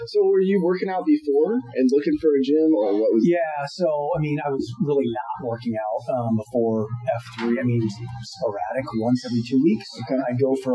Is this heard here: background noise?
yes